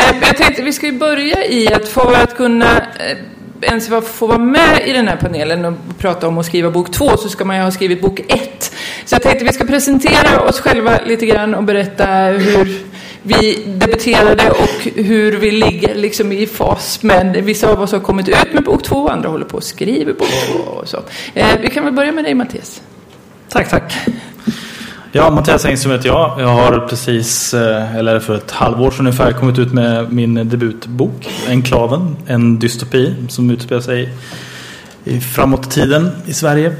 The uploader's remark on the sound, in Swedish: Panel på Swecon 2015 – Confuse i Linköping.